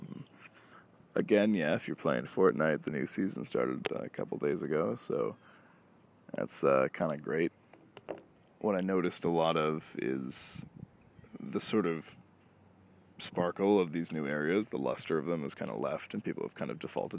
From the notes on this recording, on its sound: I headed to the outdoors of a local Provincial park, and just threw around some ideas on route. That is the wind you can hear some time, so I apologize for that.